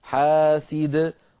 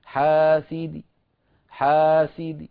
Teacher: وإن كانت منونة تنوين جر نحو حاسد، فنحذف التنوين عند الوقف فتبقى الدال مكسورة حاسدي، فيوقف عليها إما بالسكون حاسد، وإما بالروم بخفض صوت الكسرة من غير تنوين · Shown in: second take